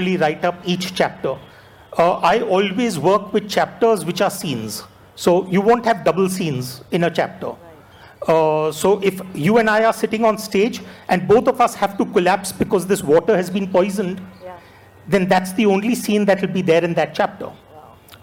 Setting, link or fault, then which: setting, live audience